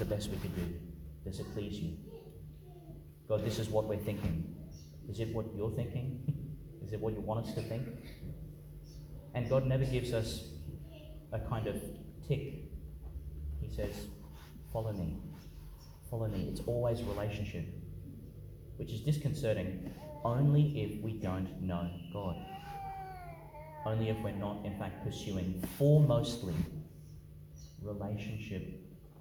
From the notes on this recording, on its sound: Homily for the Twelfth Sunday in Ordinary Time, delivered (at the morning Mass) in Our Lady Star of the Sea Church, Gladstone, Qld. Homily for the Twelfth Sunday in Ordinary Time, delivered (at the morning Mass) in Our Lady Star of the Sea Church, Gladstone, Qld.